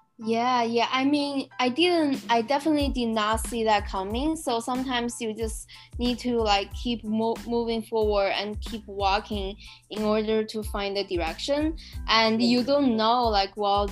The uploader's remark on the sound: An interactive session over zoom.